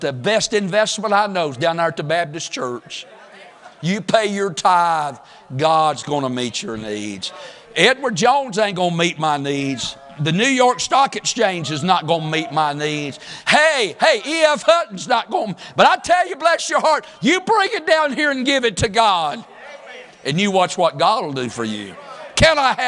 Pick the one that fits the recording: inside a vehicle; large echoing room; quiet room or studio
large echoing room